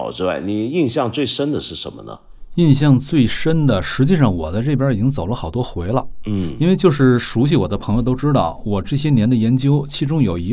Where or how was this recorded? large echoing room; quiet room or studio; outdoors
quiet room or studio